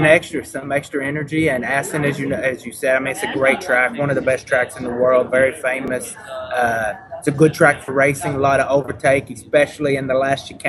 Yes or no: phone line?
no